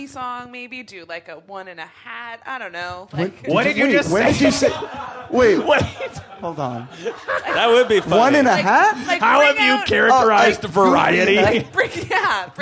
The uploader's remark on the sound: Live at Bad Dog Theatre